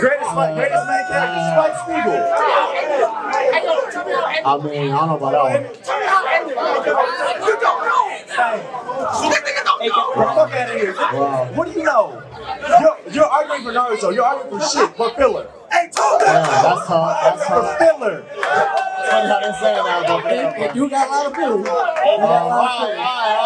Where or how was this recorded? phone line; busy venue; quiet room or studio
busy venue